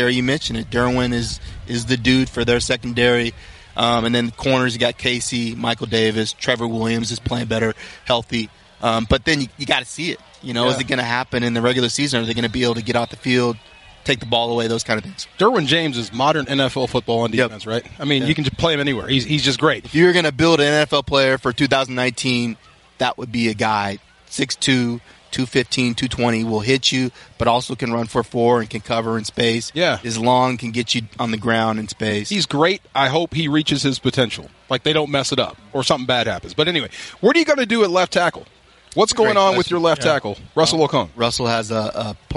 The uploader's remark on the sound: live from Rams training camp in Irvine